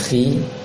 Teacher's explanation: pengucapan kho kasroh tidak perlu dimonyongkan lagi bibirnya. Ya, dilebarkan saja bibirnya dan menghasilkan bunyi i. Dibacanya khi, jangan sampai khi.